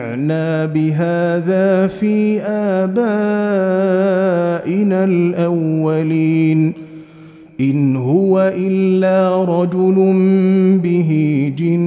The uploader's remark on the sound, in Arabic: مسجل من صلاة التراويح بمسجد السلام بحي مشرفة بجدة.